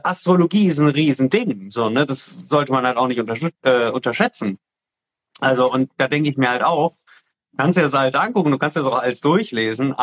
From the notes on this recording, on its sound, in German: in einem Instagram-Live Talk